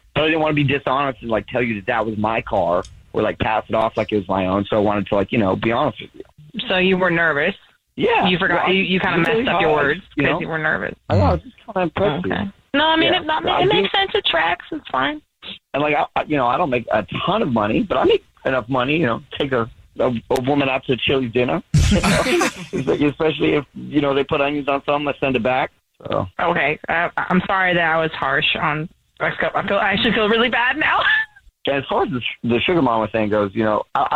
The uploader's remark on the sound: We get that other person on the phone